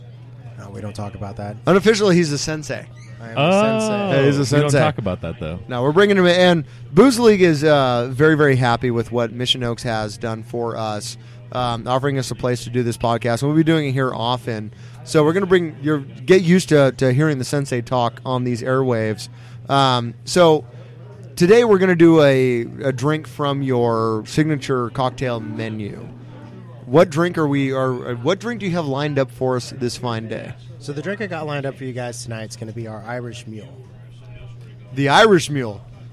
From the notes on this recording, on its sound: We go live for the first time at the Mission Oaks Cafe in Camarillo, CA